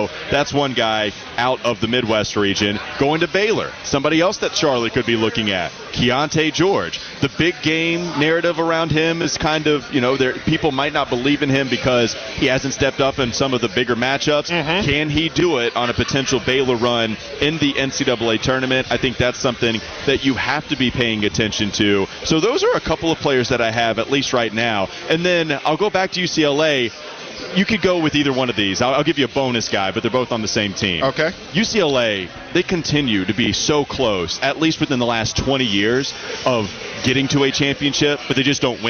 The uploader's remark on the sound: live from Carolina Ale House in Concord Mills